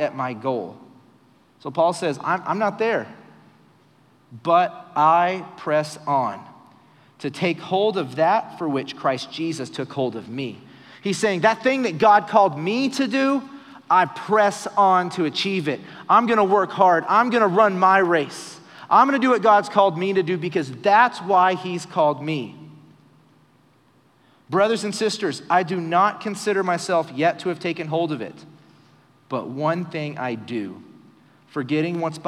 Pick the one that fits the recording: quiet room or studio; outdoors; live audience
live audience